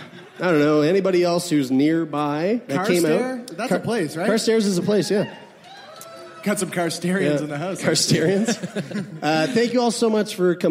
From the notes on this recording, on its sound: This week on Sickboy we're LIVE from SAIT in Calgary Alberta!